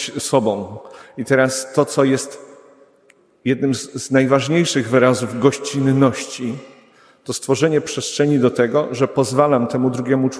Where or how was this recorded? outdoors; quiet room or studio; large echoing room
large echoing room